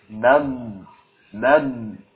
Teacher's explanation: Karena memiliki sifat istitalah, ya, ini sifatnya memanjang.